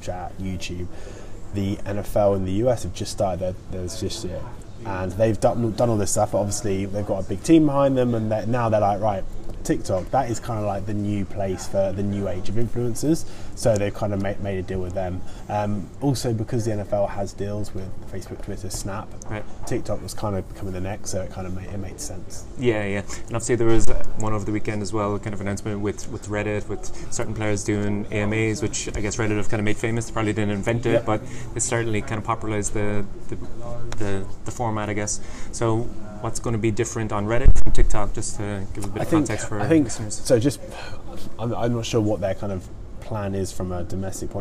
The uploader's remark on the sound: at the SportsPro Media Fan conference at the new Tottenham Hotspur stadium on London in September 2019